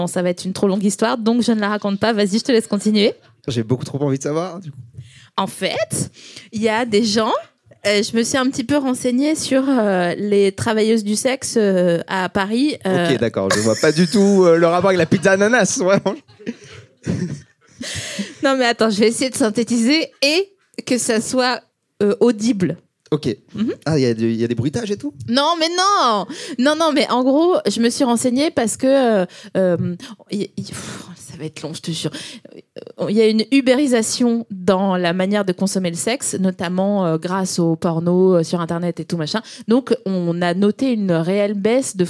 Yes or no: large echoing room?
no